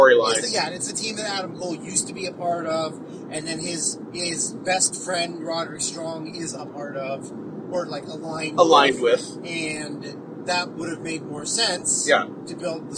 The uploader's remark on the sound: speaking into the same phone in a moving car